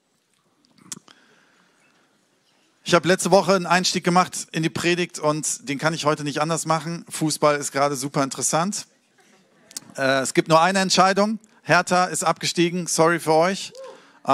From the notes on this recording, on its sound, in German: Sonntagspredigt aus dem Standort Bochum.